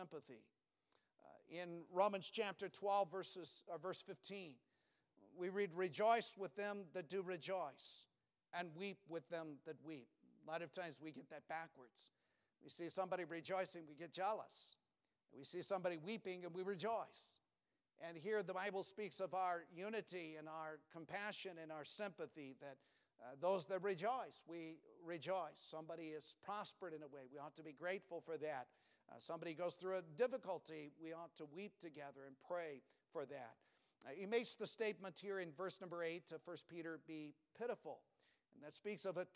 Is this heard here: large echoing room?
yes